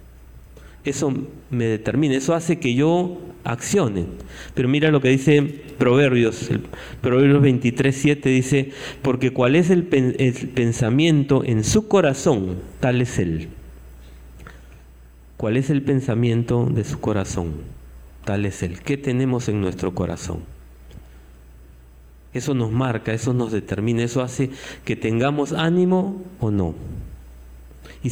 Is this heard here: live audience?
yes